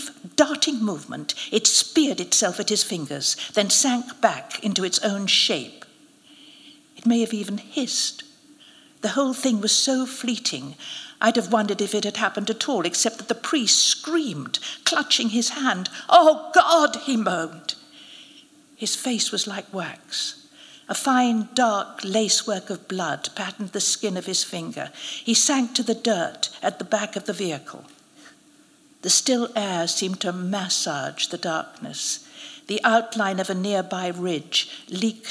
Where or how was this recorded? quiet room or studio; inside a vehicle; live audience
live audience